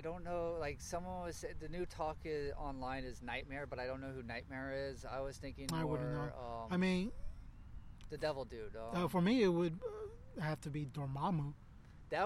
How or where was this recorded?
outdoors